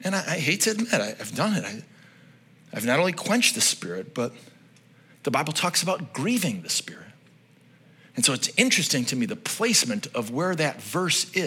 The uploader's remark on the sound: This message was originally preached at Highpoint Church on Sunday, October 29, 2023